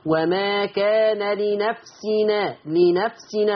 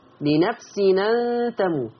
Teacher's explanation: هيشيل الهمزة بتاعت أن وياخد الحركة بتاعتها يحطها على التنوين. وما كان لنفسنا، ما هو التنوين ده مش نون ساكنة، فياخد الفتحة، فبدل ما يبقى تنوين ساكن هيبقى تنوين مفتوح. · Term: نقل